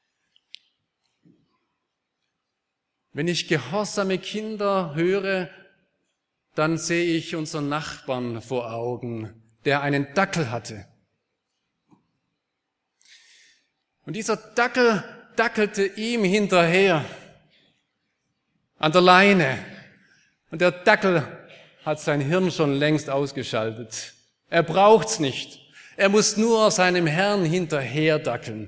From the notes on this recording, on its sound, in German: aus dem Gottesdienst der Liebenzeller Mission vom 04.